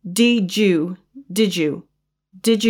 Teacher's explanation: the D in did, and the Y in you basically form a J sound · Term: elision